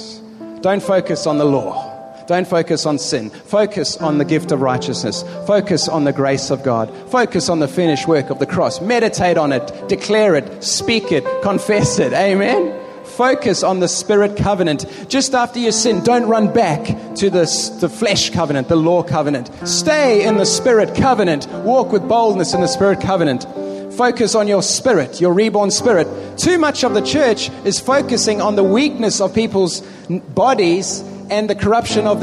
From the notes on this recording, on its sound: Preached in the Philippines in 2011 to a stadium audience of over 1500 people.